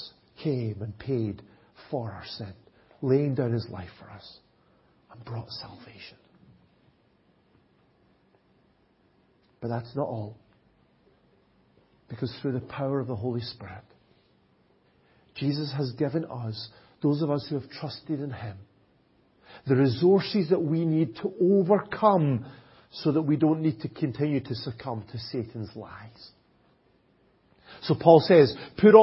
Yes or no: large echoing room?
yes